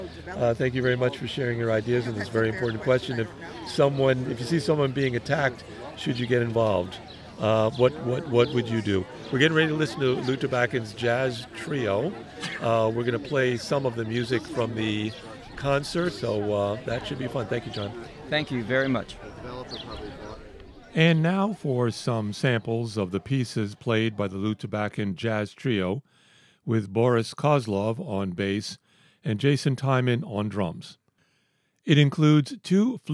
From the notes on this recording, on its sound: The Bar Crawl Radio audio wagon was set up on the grass in front of the stage in the garden. It was a delightful evening in the West Side Community Garden in Manhattan.